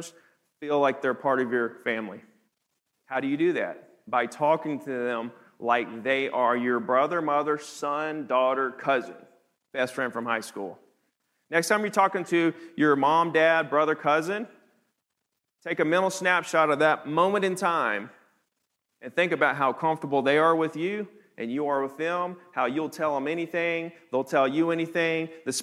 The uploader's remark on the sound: teaches the audience at the HyperFast Sales Summit